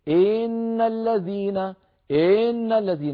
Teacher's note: كسرة ممطوطة تكاد تكون ياء صوتا لا وجود له، الكسرة لها زمن، إن زاد صار تمطيطا وإن نقص صار اختلاسا.